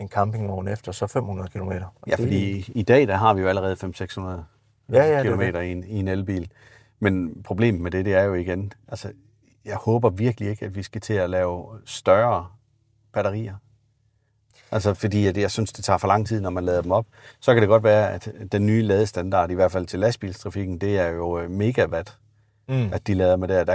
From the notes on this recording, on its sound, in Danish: Episoden er optaget i en Audi Q8 E-tron Sportsback